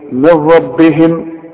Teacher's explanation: النون بدغمها في الراء ادغام كامل بدون غنة